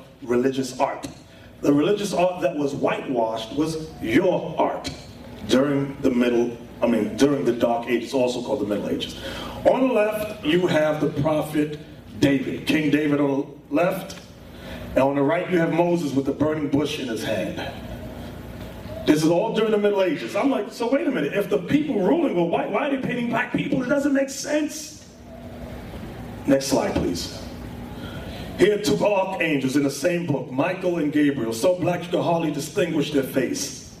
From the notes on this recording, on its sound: In this show we have a lecture at FAMU University.